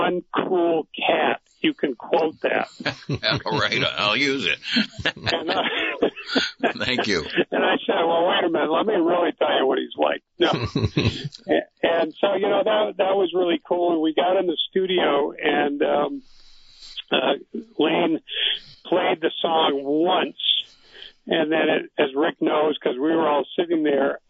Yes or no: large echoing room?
no